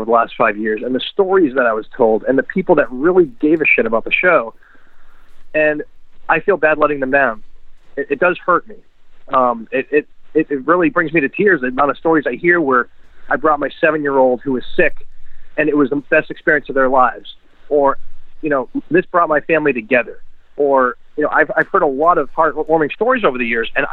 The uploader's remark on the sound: phones in to the pod